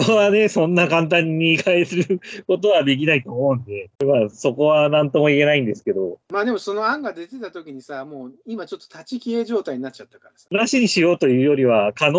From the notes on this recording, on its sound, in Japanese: 今回はリモートで音声が悪いです。